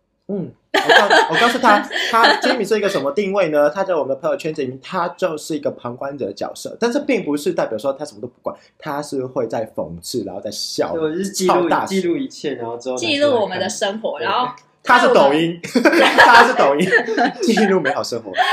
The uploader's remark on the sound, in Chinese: 頭一次跟朋友一起錄音，場面有夠失控。我們的笑聲可能會炸掉你的耳朵。